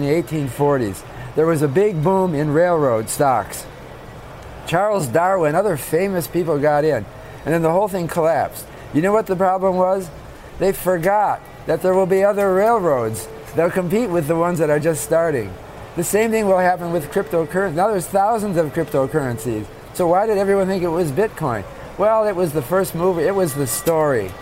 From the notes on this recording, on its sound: live from the New York Stock Exchange